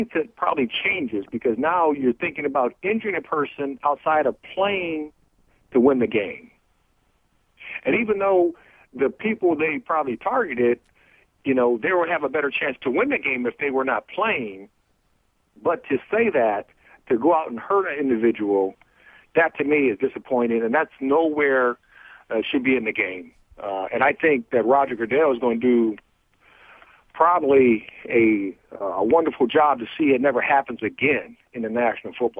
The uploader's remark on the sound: phones in from outside of the Redskins facility